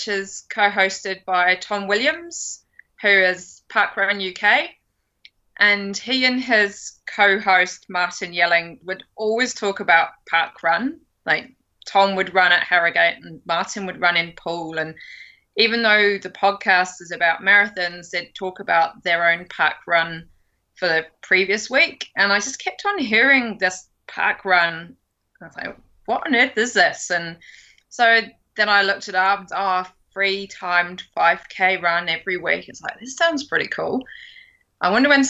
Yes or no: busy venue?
no